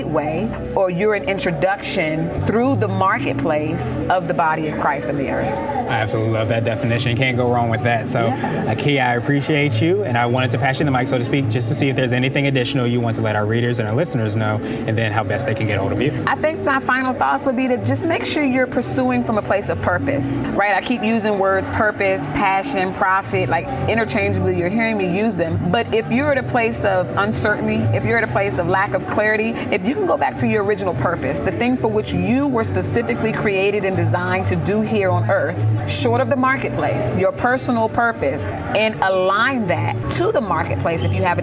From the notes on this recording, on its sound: This was recorded during the actual conference